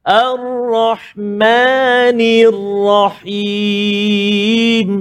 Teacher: Ra tebal, ha pedas ada dan ra pada kalimah Ar-Rahim pun tebal tafkhin.